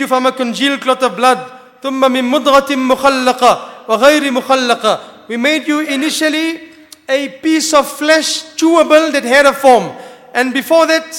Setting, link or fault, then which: setting, large echoing room